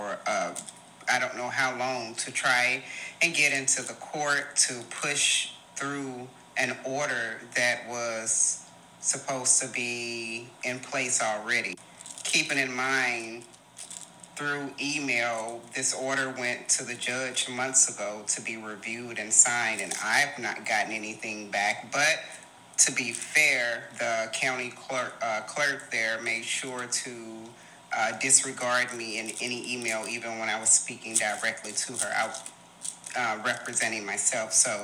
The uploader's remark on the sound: Please forgive any background noise.